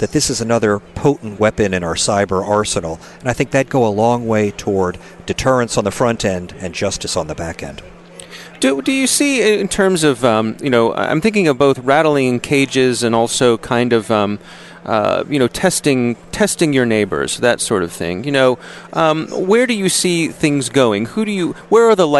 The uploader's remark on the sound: on location at the 2016 ASUA meeting in Washington DC.